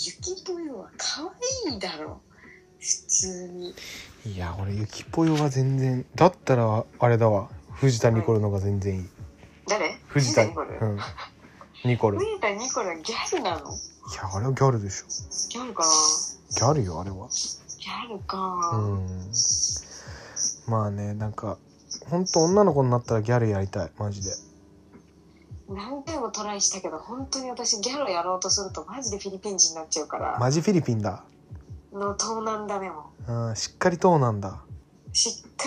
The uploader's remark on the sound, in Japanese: リモート収録